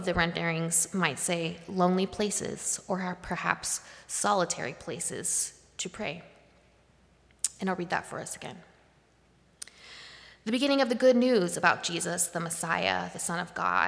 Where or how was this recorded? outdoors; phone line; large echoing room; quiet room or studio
large echoing room